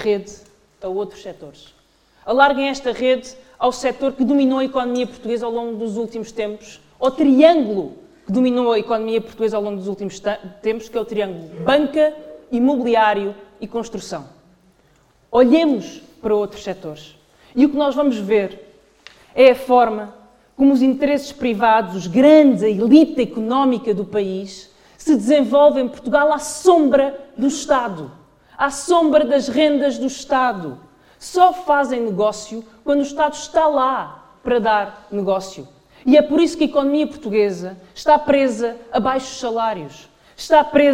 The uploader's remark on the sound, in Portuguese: Numa sessão pública realizada no Porto a 9 de dezembro de 2023